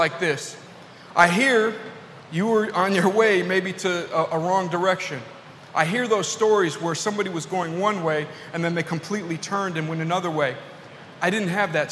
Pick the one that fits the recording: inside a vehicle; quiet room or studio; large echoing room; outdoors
large echoing room